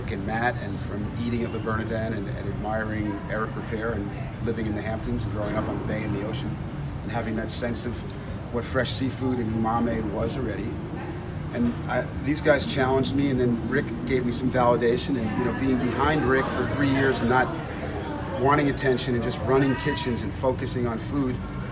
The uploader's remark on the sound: "On the Road" at SOBEWFF 2019. Today's show features three interviews with festival participants.